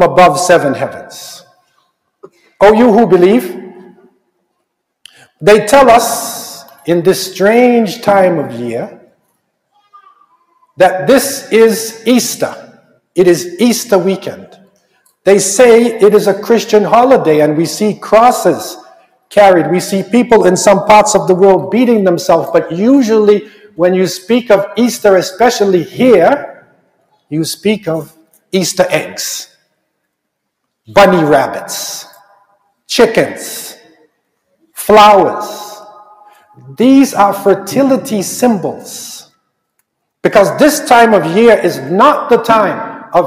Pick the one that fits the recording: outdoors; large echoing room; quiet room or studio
large echoing room